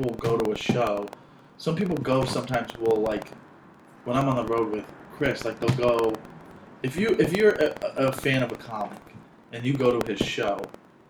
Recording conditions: poor sound quality